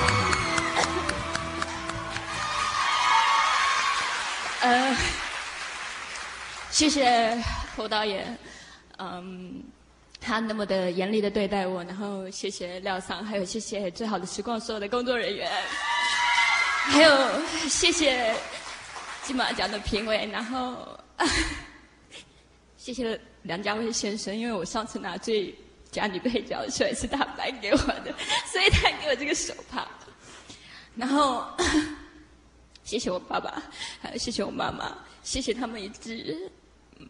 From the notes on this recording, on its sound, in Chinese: 還有聽故事的觀眾。是山西衛視。